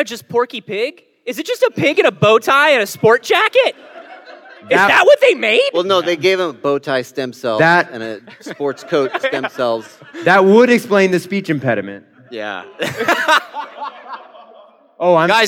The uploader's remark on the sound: LIVE from PAX South 2017! This episode was recorded LIVE at PAX South 2017 in San Antionio. Thanks to everyone who came out to the live performance!